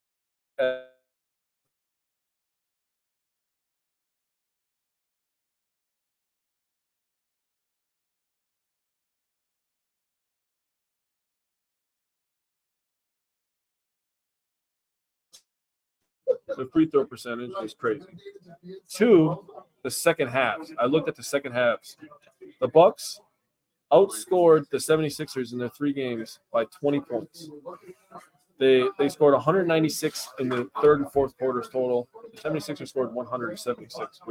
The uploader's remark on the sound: We are live from the WiscoCollect event at Memory Lanes in Clintonville